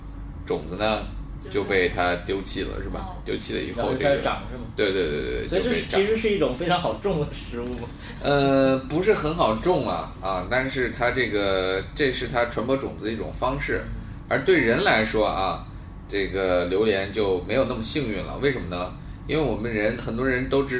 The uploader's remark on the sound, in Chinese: 本期节目为在张大妈办公区用录音笔录制，可能有街道上的杂音，请见谅。